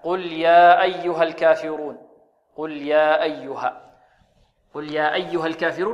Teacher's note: ونحن نقرأ بحركتين، فننبه على كلمة يا أيها أنها مد منفصل يمد بمقدار حركتين